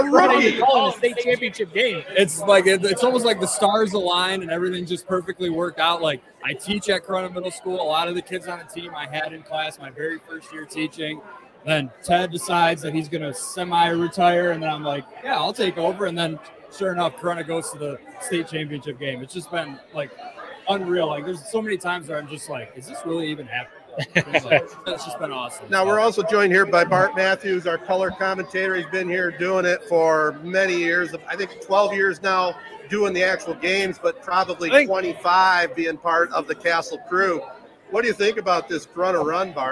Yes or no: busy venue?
yes